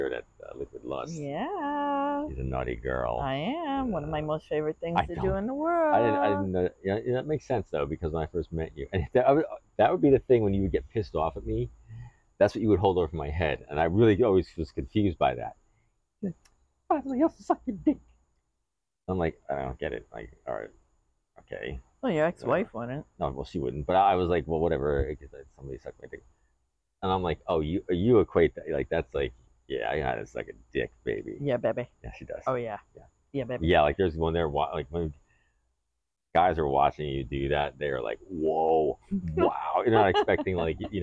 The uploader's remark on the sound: We're outside on our beach chairs, on the deck!